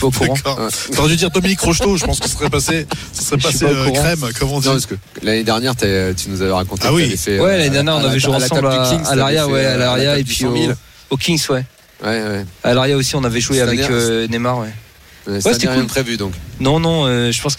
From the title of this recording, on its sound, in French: en direct des WSOP à Las Vegas